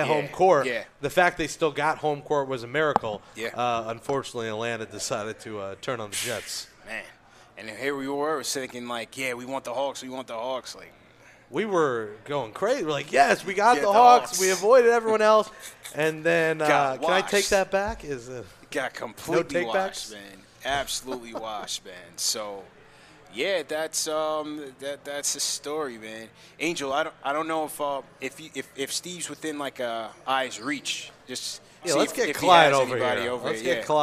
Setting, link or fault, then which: setting, busy venue